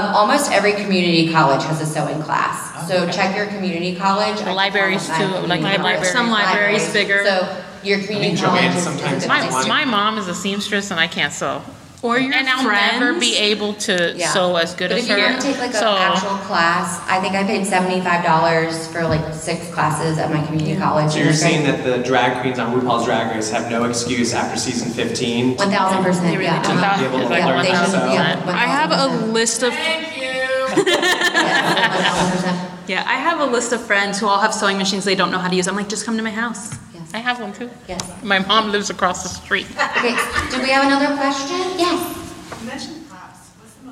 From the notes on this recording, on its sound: Live from Leakycon. Recorded live at Leakycon Chicago.